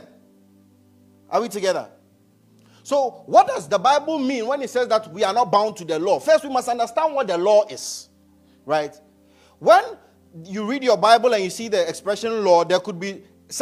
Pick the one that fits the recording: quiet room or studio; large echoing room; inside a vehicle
large echoing room